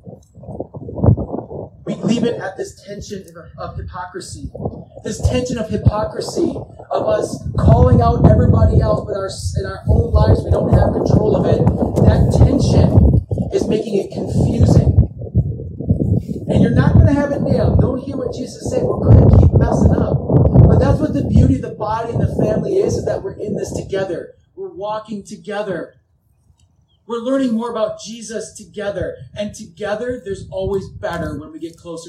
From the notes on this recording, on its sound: (WARNING: POOR AUDIO DUE TO OUTDOOR SERVICE).